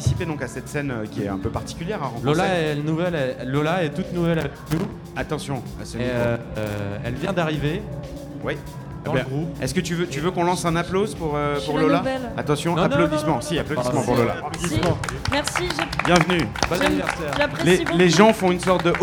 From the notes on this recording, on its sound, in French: Radio Campus Paris amène son studio à Rock en Seine pour trois émissions en public. Ces émissions auront lieu en présence de professionnels de la musique et des groupes franciliens programmés chaque jour sur la scène Île-de-France.